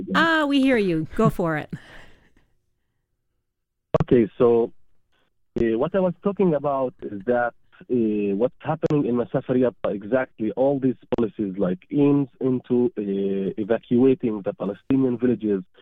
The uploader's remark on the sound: Joins us by phone. From the West Bank.